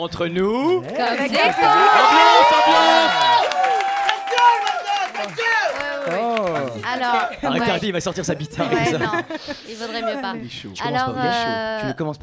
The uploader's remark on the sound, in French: en direct de La Loge